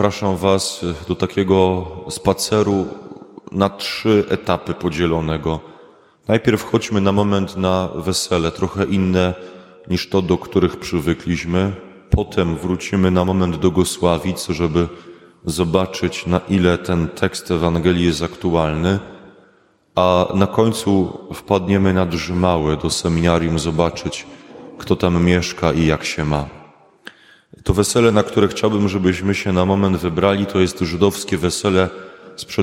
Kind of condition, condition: setting, large echoing room